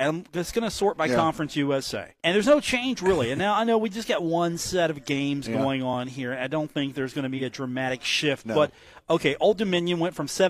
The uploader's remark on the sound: from The Union Pub and Grill in Huntington